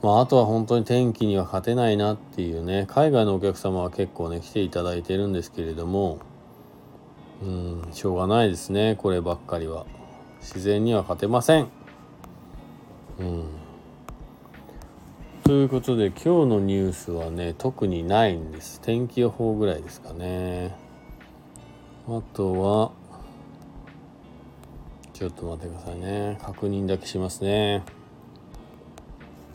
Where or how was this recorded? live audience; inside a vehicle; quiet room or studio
inside a vehicle